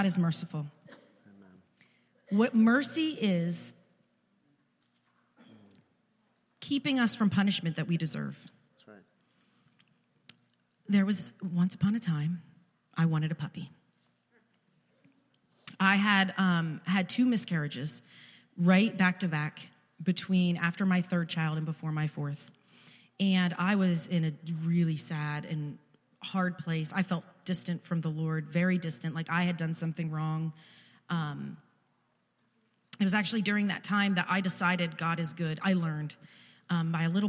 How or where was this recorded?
large echoing room